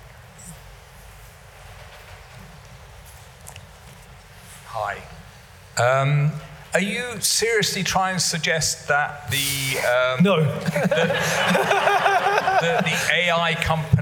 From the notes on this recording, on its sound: Live at the Tabernacle theatre in London.